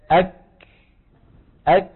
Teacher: فبداية الكاف شديدة نهايتها مهموسة · Term: شديدة ومهموسة